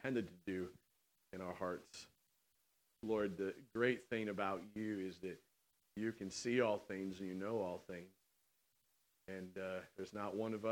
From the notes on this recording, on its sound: on October 13th, 2019 at The Well, an Acts 29 and Converge Heartland Church in Hastings, NE